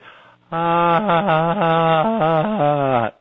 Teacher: it sort of goes in and out between breathy and connected. It might have a scratchy sounds to it, like, and that's very common at the end, for example.